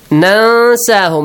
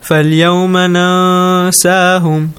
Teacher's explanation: you hide the sound of noon sakin · Term: Ikhfa